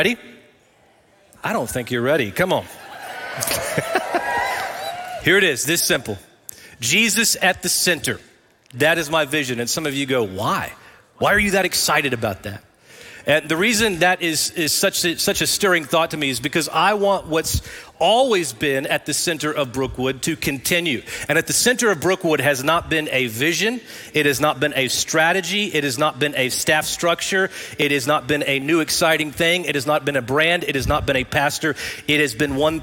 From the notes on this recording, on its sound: Recorded live at Brookwood Church.